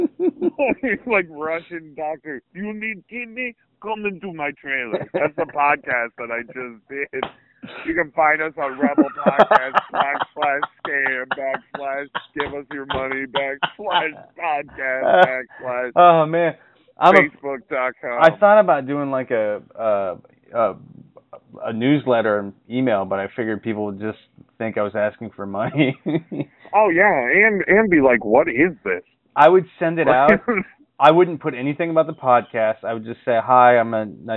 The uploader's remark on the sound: PHONE INTERVIEW.